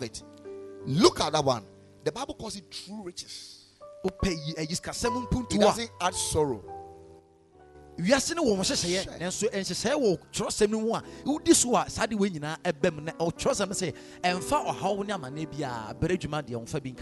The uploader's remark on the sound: Preached at Ekklesia Chapel